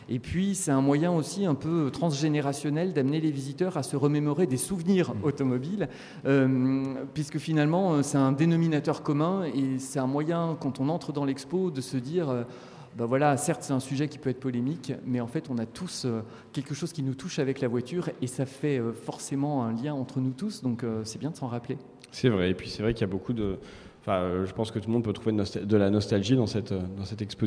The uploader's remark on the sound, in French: A l'occasion des 25 ans de Radio Campus Paris. En direct du musée des Arts et Métiers dans le cadre de l'exposition "Permis de Conduire".